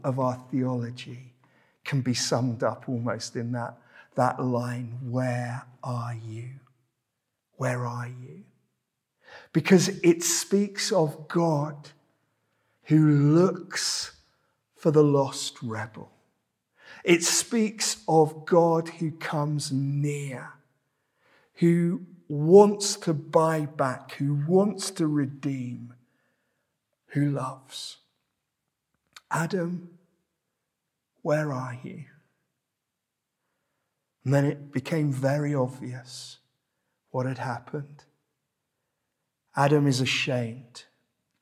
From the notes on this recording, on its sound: This sermon was preached at Welcome Baptist Church